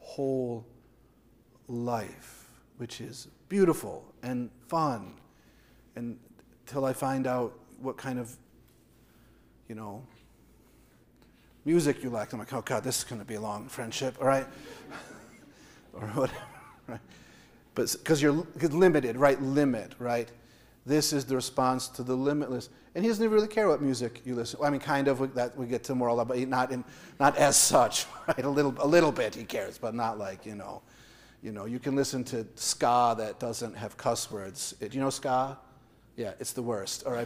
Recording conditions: large echoing room